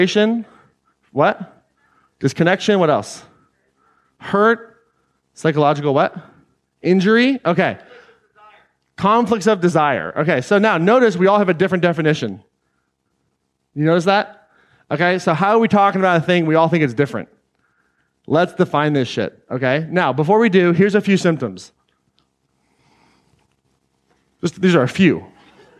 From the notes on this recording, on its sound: Today’s episode is an excerpt taken from Claim Your Power Live Atlanta 2019.